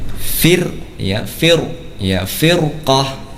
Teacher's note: ro sukun, ya, sebelumnya kasroh, namun setelahnya huruf isti'la, huruf qaf, maka di sini juga dibaca tebal, ya. Jadi fir, ya, fir, ya, firqah, ya.